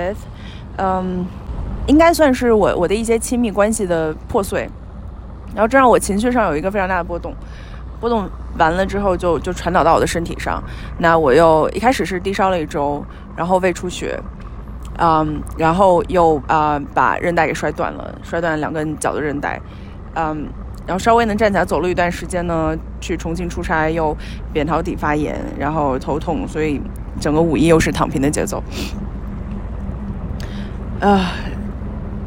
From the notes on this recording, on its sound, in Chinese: 这一集是走入室外的第二期，开头风巨大有点儿阻挡收音。无嘉宾的一期临时起意。